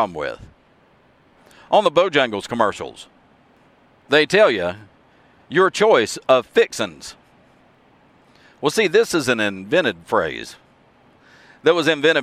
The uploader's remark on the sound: you can actually hear the road noise in the background